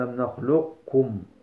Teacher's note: فقد اتفق أهل الأداء على إدغام القاف في الكاف منها